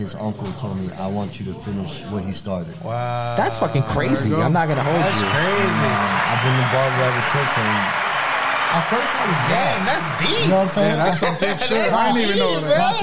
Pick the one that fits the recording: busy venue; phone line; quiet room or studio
busy venue